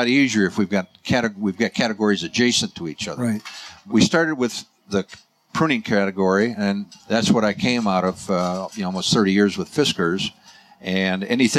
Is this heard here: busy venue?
yes